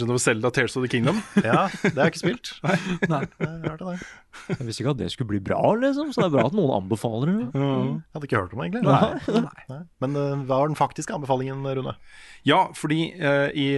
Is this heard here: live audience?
no